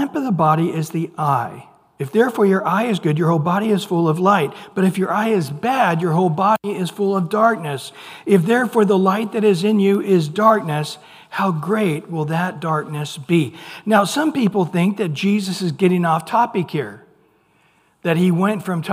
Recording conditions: large echoing room